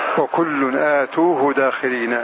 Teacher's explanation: بمد الهمزة وضم التاء · Term: بالمد